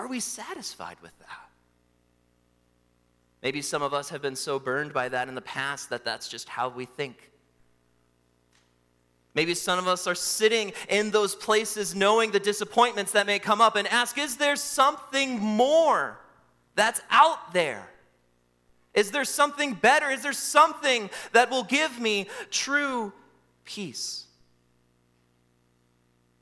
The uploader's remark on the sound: during the Christmas Eve Morning Worship Service on Sunday, December 24, 2023, at Calvary Baptist Church in Battle Creek, Michigan